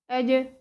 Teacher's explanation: هو اخد من وسط اللسان اتنين بس، خد بس الجيم والياء